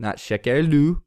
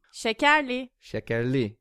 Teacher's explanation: We use the li form because that e matches with that a. They're both front unrounded vowels. · Shown in: second take